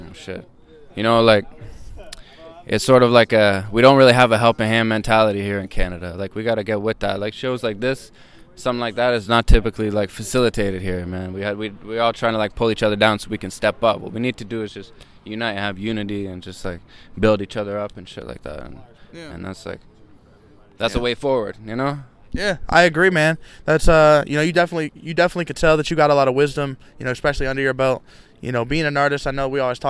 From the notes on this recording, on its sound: Hamilton Ontario artist joins me for a mini talk outside the hotspot restaurant and lounge in Hamilton.